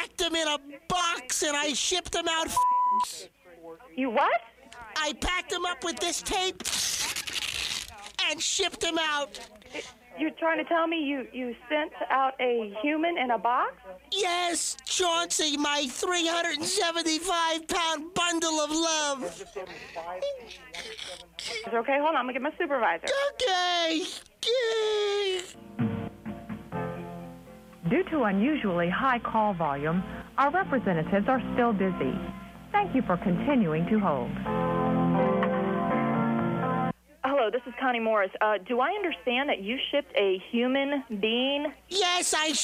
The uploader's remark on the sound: Prank Phone Calls.